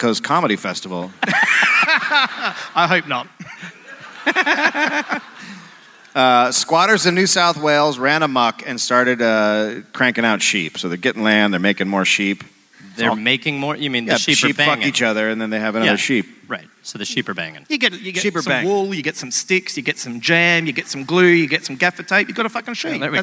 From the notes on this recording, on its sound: Live in Sydney.